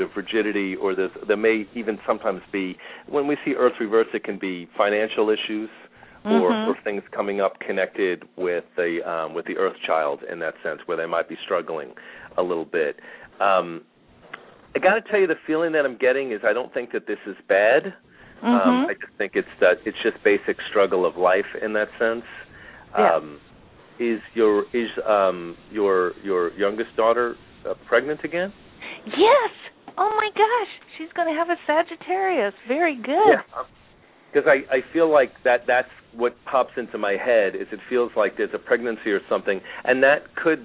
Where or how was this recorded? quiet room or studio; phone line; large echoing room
phone line